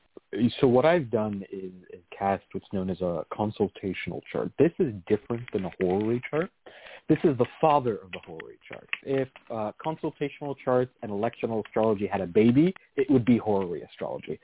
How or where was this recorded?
phone line